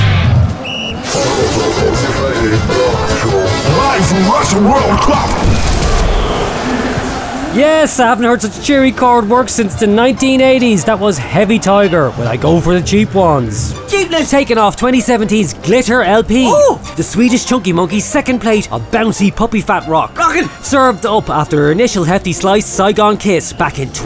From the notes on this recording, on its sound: It's the Friday Rock Show live in Russia during the World Cup 2018, from the Fisht stadium in Sochi.